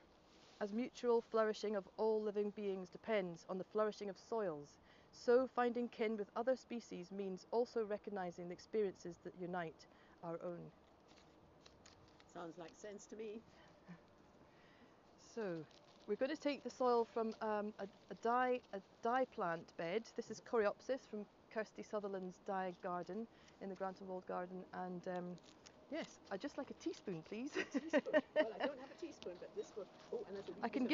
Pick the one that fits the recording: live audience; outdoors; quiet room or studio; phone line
outdoors